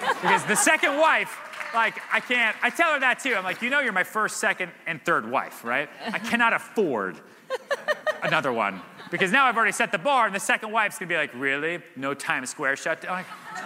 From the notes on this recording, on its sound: Answers questions from audience members at The HyperFast Sales Summit.